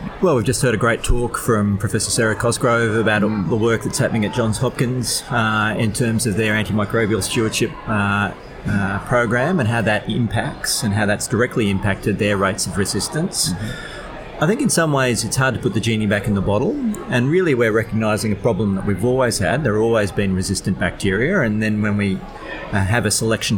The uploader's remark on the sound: Recorded live at the 2019 National Antimicrobial Resistance Forum.